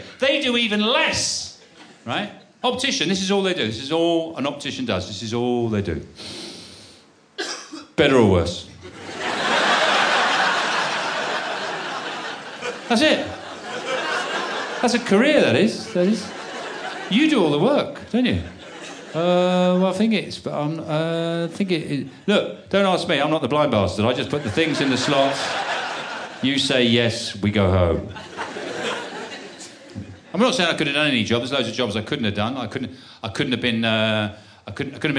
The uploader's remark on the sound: Live Audiobook. Format: Original Recording. Publisher: Universal Pictures UK.